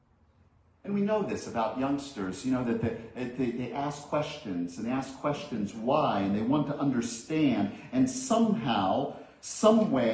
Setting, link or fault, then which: setting, large echoing room